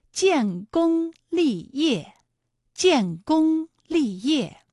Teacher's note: 建功立业的建功二字呢，一个是有前鼻韵母烟，一个是有后鼻韵母翁